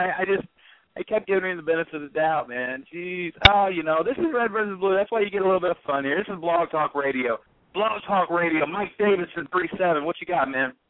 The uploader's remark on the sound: Special CALL-IN show. Tonight we're inviting listeners to call up the show.